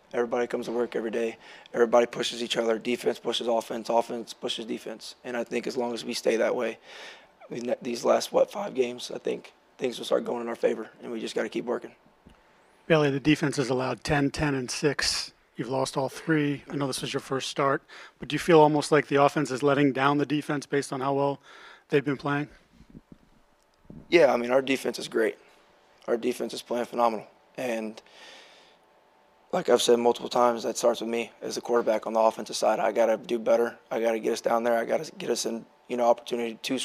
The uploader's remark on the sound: Addresses the media during his postgame press conference. At Gillette Stadium.